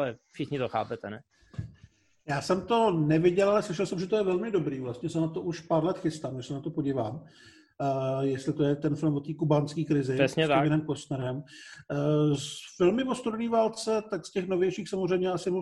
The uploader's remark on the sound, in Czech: Pořád ještě jedeme přes Zoom, takže omluvte horší obrazovou a zvukovou kvalitu.